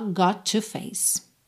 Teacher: Got com to, junta num T só